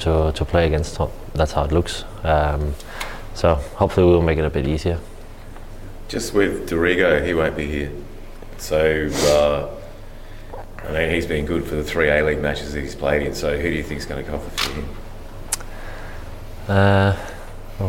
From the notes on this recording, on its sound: Press Conference. Speaks to the media at Coopers Stadium.